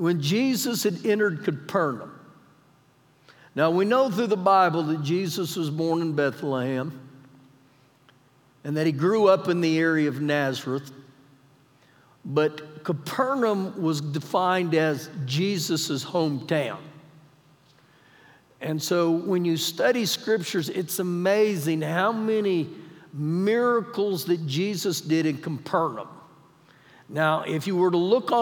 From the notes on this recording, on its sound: Recorded live during our Wednesday night service.